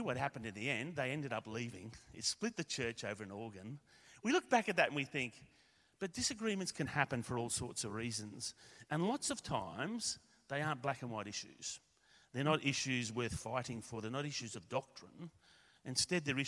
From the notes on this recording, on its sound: A recording of Shredder Sunday, our special service in Gayndah